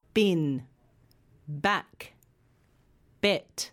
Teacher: saying the voiced b sound with your hand on your throat. You should feel a vibration.